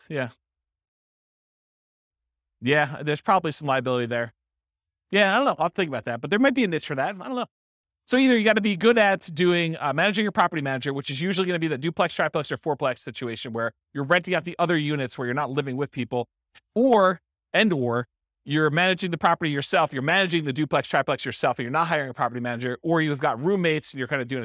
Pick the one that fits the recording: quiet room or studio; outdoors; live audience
live audience